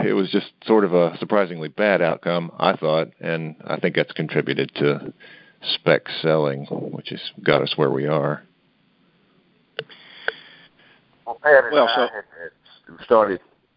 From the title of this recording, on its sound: Monthly Conference Call